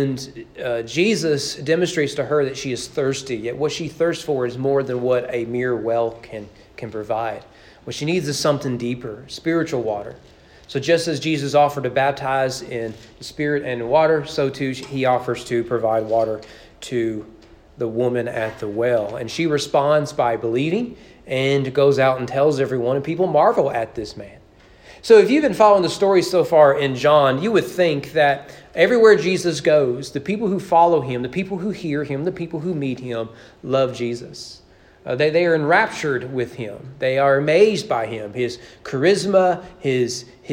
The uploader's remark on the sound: Sermon preached on January 31, 2022 during evening worship at East Frankfort Baptist Church.